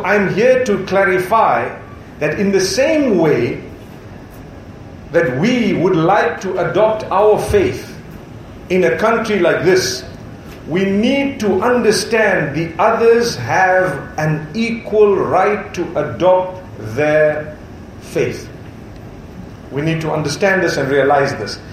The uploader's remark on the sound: A speech delivered at a welcoming banquet in Colombo, Sri Lanka before the commencement of the Building Bridges series.